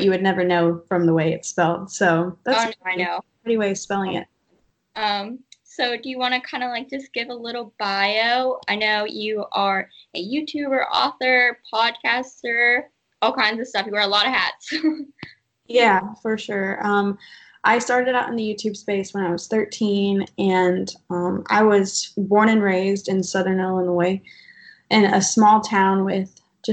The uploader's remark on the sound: Skype interview